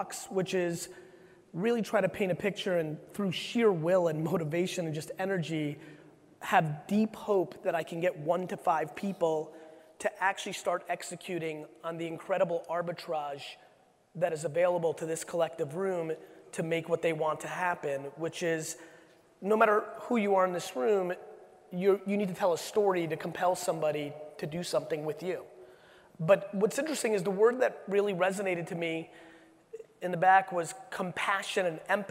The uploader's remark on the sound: From the AIME Fuse National Conference. 12 in Las Vegas.